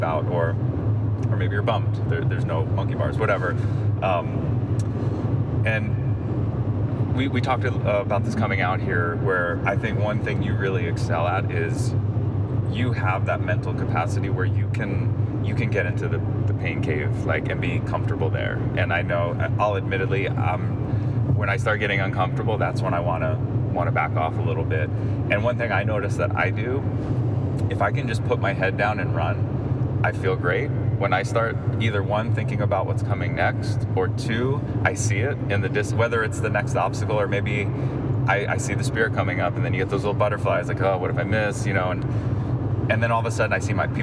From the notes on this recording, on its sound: While driving out to Vegas for the Spartan Super. During our time in the car we had a killer conversation.